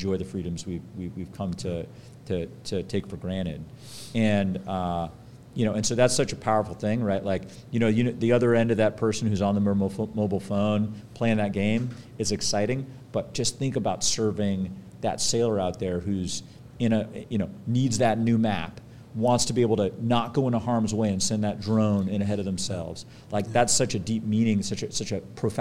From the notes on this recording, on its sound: We recorded this episode back in August of 2023 at Capital Factory's Fed Supernova